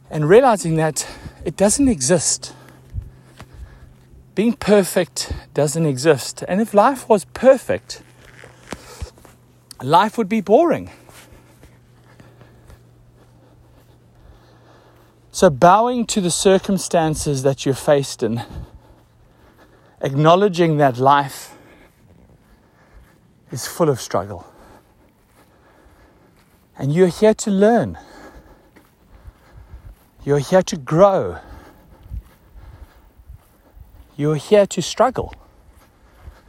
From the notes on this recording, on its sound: hit the record this morning on my walk